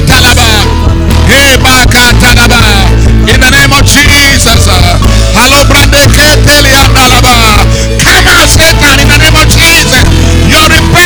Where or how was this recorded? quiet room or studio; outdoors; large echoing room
large echoing room